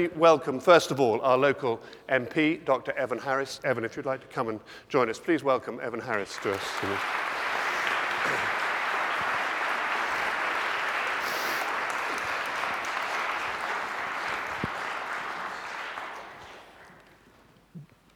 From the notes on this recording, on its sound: debate the issues and respond to questions and comments from the audience